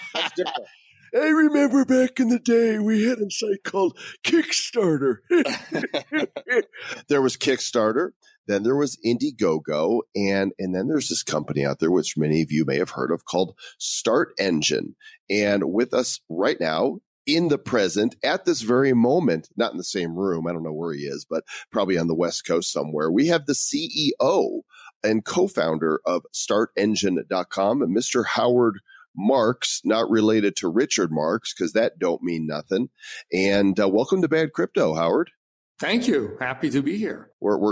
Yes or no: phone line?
no